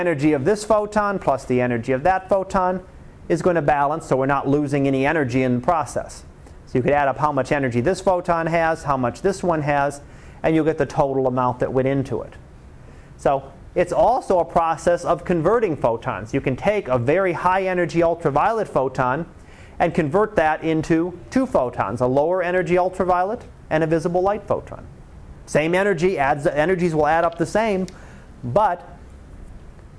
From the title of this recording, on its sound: Live Class Lecture